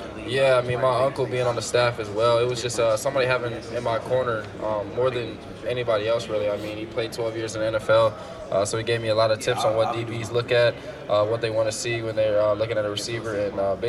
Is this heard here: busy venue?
yes